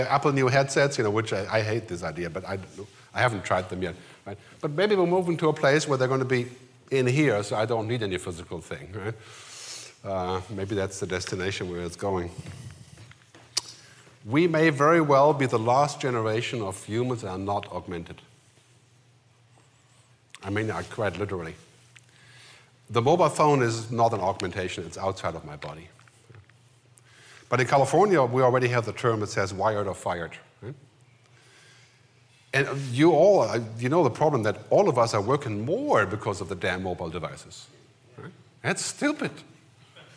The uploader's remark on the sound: We go live to the Ritz-Carlton in White Plains, NY, where HfS held Cognition from September 14 – 16. Who led off the general session on day 2 with a riveting keynote.